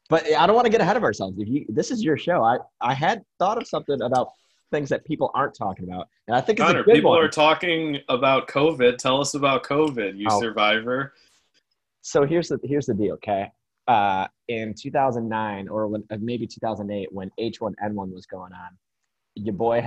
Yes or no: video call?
yes